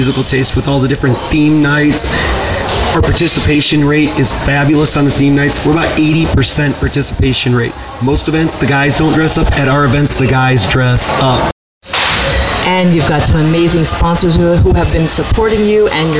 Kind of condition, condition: setting, busy venue